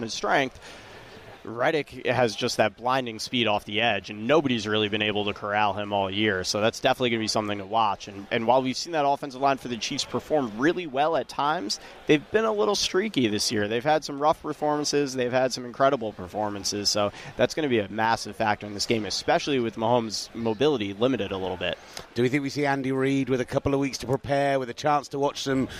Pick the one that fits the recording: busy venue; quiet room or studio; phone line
busy venue